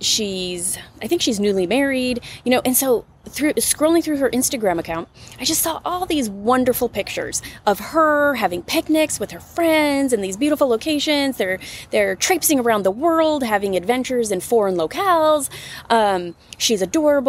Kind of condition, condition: setting, outdoors